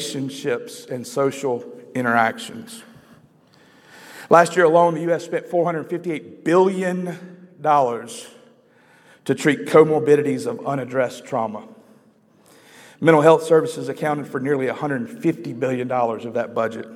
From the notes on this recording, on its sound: we hear from a breakout at Outside The Walls 2022